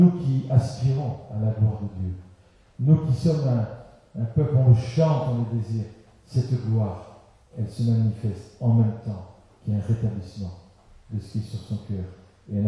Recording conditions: poor sound quality